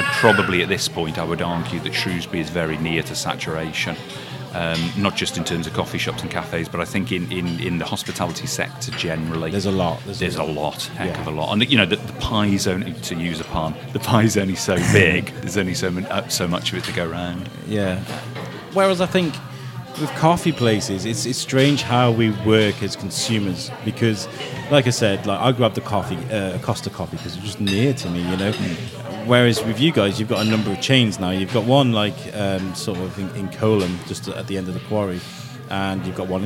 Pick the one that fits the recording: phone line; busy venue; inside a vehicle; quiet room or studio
busy venue